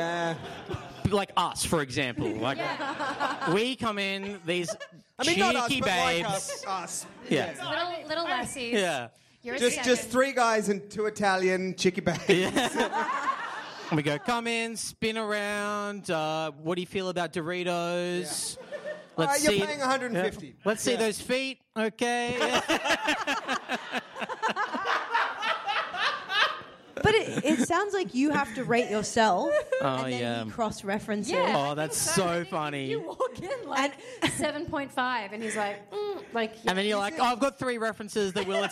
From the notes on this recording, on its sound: Recorded live at Improv Theatre Sydney in Redfern. As well as to the incredible audience.